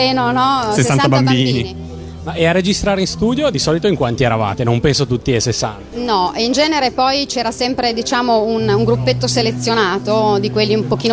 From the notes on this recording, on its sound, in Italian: Direttamente da Lucca Comics & Games 2011